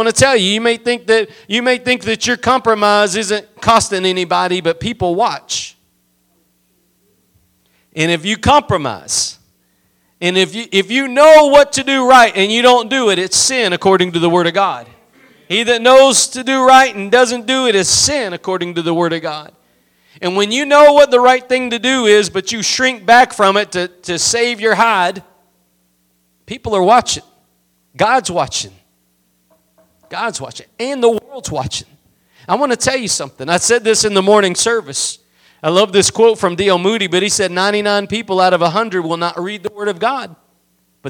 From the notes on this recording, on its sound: Preached at Gospel Lighthouse in Bossier City, La.